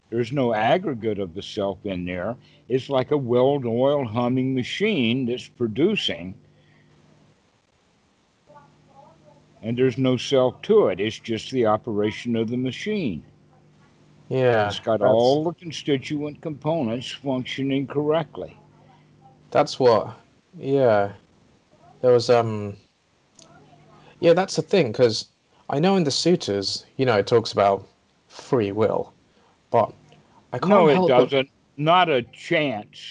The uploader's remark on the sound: skype calls